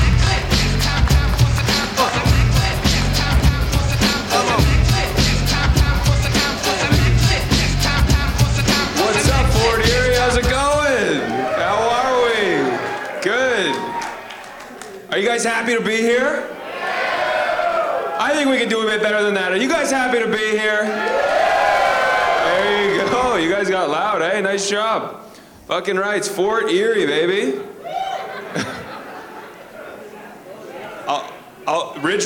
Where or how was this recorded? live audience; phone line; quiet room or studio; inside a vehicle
live audience